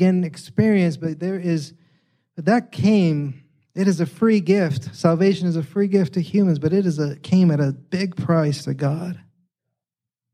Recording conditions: large echoing room